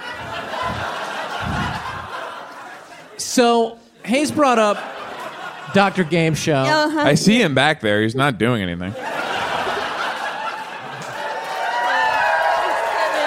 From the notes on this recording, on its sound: live from The Bell House.